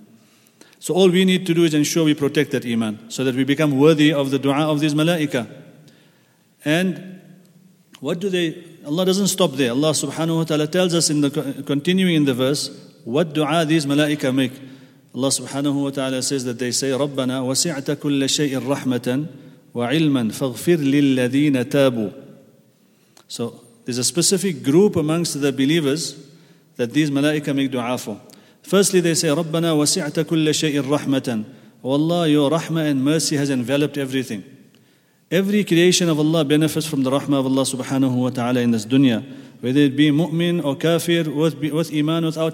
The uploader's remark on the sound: At the Houghton Masjid (West Street).